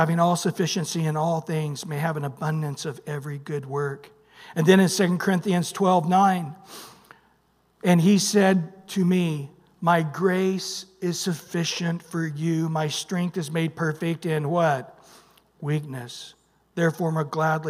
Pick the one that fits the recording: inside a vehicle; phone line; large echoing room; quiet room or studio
large echoing room